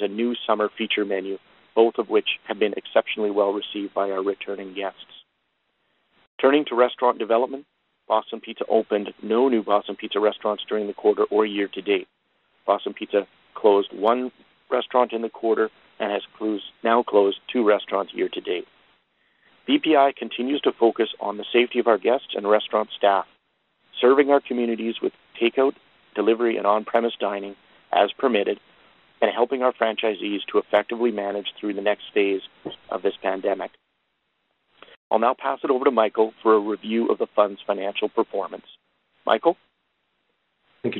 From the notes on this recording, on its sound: Second quarter 2021 earnings call for Boston Pizza Fund.